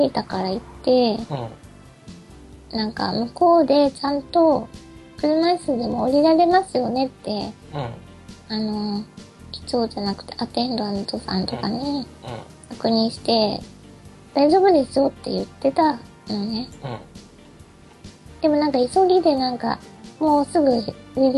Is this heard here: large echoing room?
no